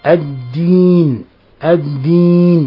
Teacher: ومن الأخطاء غن الياء المادية في لفظ الدين، كأنه يخرج يعني غن من الخشوم فيقول الدين الدين، هكذا يخرج غن من الخشوم الدين، هذا خطأ، وهذا مخل لا شك أيضا بالتلاوة.